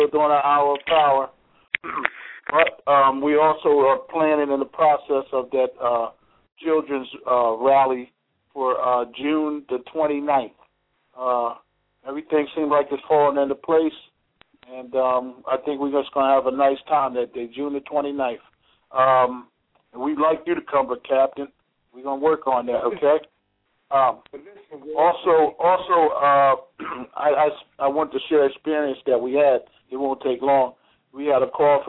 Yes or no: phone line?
yes